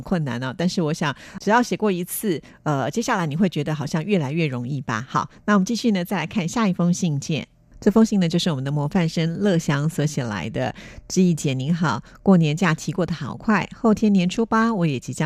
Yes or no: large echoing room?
no